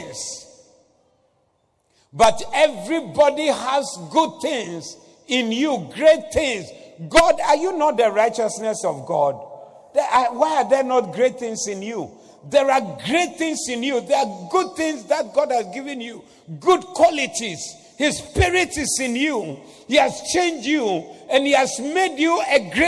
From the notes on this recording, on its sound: Preached at the Doxa Service